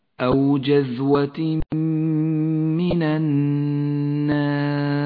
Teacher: تعالى أو جذوة من النار التنوين وبعده حرف الميم إدغام بغنة يدغم التنوين بالميم أما التنوين فيسقط من اللفظ ولذلك هو رمادي اللون وأما الميم فتشدد ولونت بالأخضر لأنها تغن